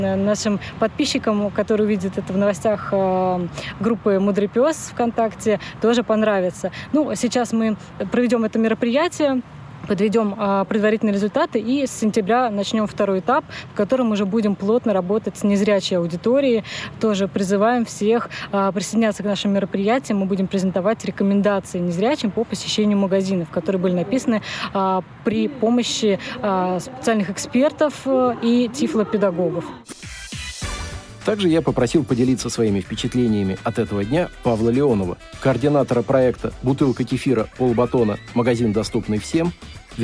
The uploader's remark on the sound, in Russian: Актуальный репортаж. Мероприятие, посвященное Дню фронтовой собаки, состоявшееся в московском парке «Торфянка»